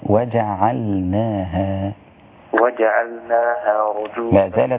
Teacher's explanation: وجعلناها، وجعلناها رجوما، لا زالت مفخمة قليلا، لكن هي وجع العين، عين مفتوحة عاء، ولا أزيد في ذلك لأن المخرج من الحلق